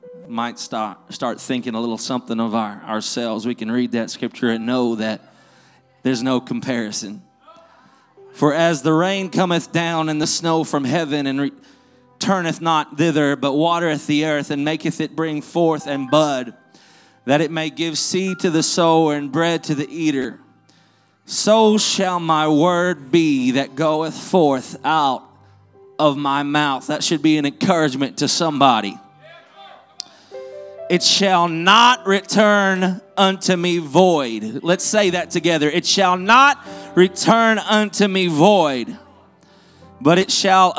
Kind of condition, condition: setting, large echoing room